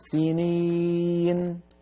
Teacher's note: النون الموقوف عليها لا تمطيها، المحسنين وفقط، لا تقولين هذا المطل النونات لا يصح أيها الأخت الكريمة.